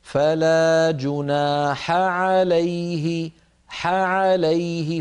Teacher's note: الحاء وهي من وسط الحلق مع العين وهي من وسط الحلق أيضا، فباعتبار أن الحاء والعين من المخرج نفسه علينا أن نبين